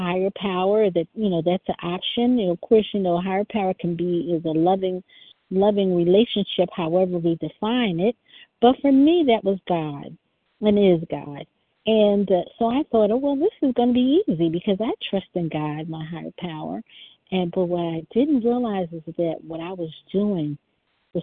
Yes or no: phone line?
yes